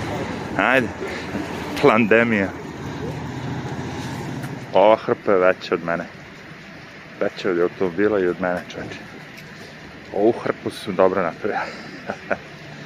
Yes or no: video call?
no